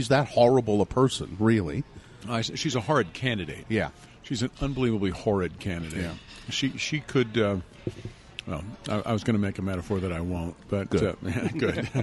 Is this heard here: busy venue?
yes